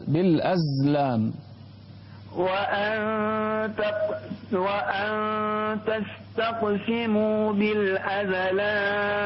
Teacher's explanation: الزاي من أحرف الصفير لا تقلقلها